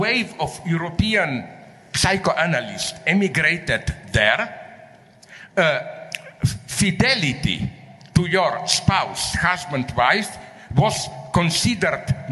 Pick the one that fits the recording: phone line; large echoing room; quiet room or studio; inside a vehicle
large echoing room